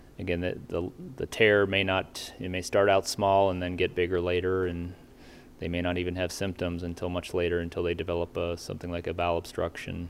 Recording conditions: busy venue